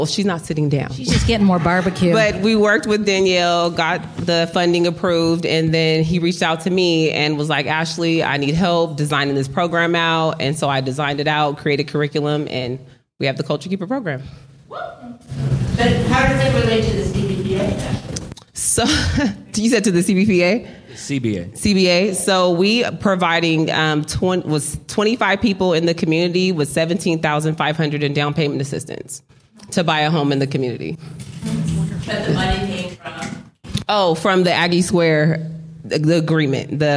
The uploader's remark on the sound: Live from the Brickhouse Gallery. Solving Sacramento hosted a live event.